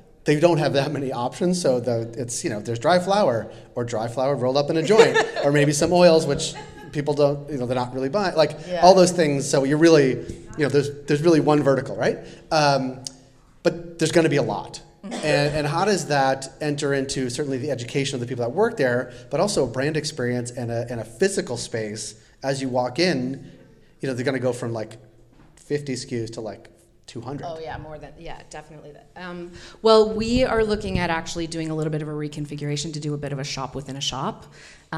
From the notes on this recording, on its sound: Recorded at the second edition of our speaker series focused on the emerging economy of Cannabis in Canada.